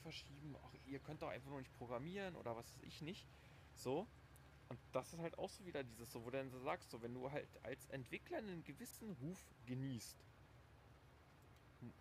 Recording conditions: sounds in the background